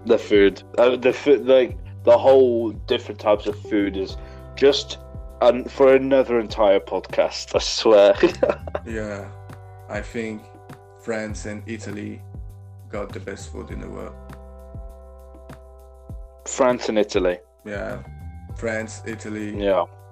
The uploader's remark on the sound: I need a new audio mic